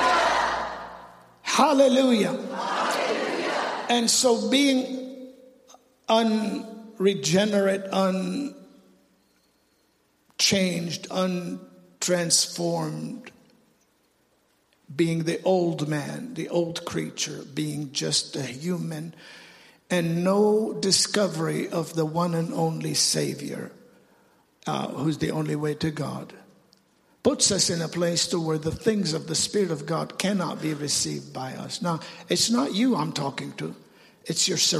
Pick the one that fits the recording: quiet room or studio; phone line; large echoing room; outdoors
large echoing room